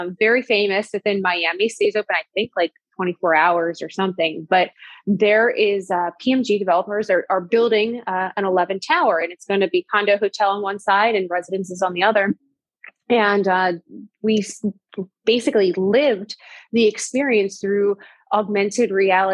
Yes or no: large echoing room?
no